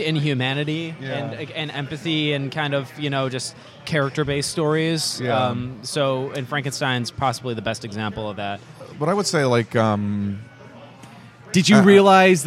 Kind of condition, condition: setting, busy venue